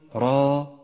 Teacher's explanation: وإياك أن تضع همزة بعد الراء، فقل را ولا تقل راء، فهذا خطأ